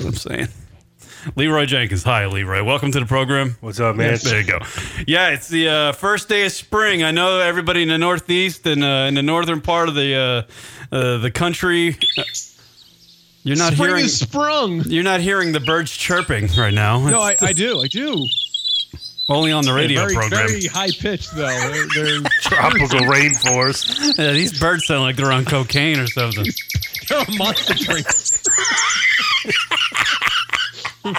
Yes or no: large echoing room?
no